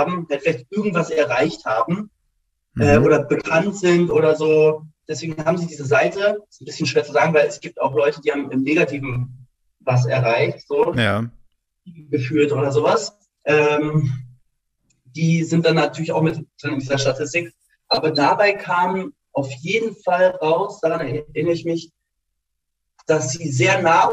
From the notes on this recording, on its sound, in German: via Zoom gesprochen